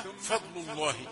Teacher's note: اللام العادية قبل اللام المفخمة